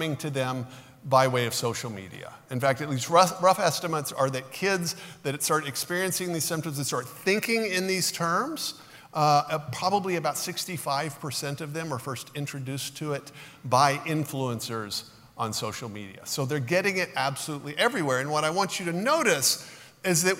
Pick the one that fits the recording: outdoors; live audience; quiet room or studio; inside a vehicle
live audience